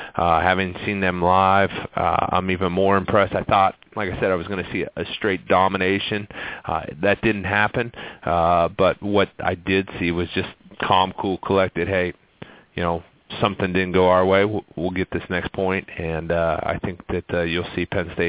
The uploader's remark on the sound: called into the show